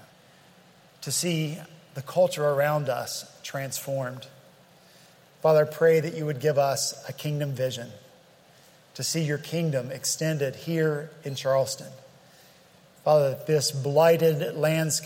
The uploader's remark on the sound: At Redeemer Presbyterian Church in Charleston, SC.